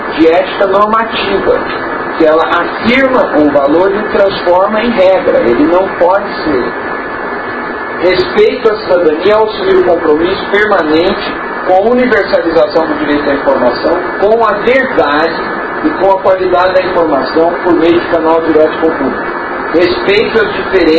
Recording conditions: background noise